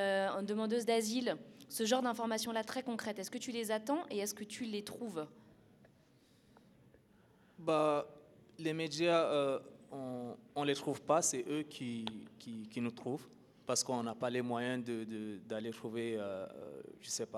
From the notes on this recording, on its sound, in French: nous nous questionnons en public à la Générale